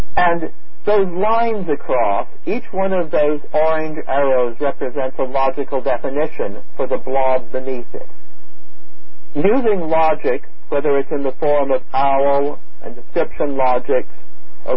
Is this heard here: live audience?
no